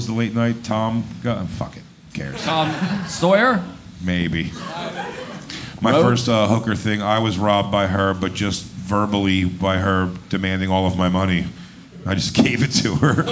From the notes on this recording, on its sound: Moontower 2023. Filmed live from Moontower Comedy at The Creek and the Cave in Austin Texas.